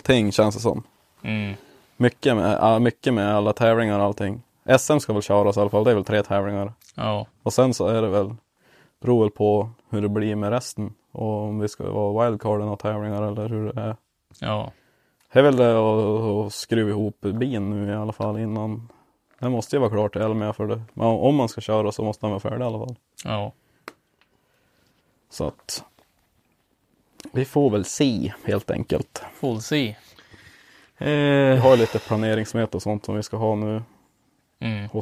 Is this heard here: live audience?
no